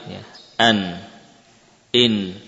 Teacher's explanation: Kita mendapati nun saat disukun suaranya tidak berhenti, tidak tertahan, namun mengalir. An, in. Jadi ada suara aliran atau ada aliran suara saat kita mensukun nun, tidak langsung berhenti sebagaimana huruf-huruf syiddah, ya, semacam hamzah dan lainnya.